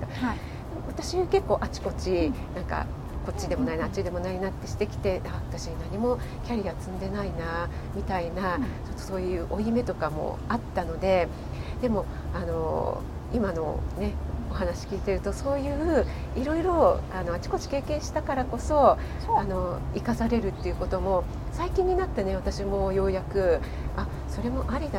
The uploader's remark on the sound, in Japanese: リアルコラボ収録。野外収録のため音量調整お願いいたします。